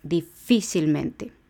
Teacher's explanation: van a llevar la intensidad de la voz en la sílaba anterior a la antepenúltima sílaba, o sea, en la cuarta sílaba, de derecha a izquierda · Difícilmente tiene cinco sílabas y el acento está en fi. Si contamos de derecha a e izquierda, la última sílaba va a ser te, la penúltima va a ser men, la antepenúltima va a ser sil y la anterior a la antepenúltima es fi difícilmente. · Term: sobresdrújulas, sobre esdrújulas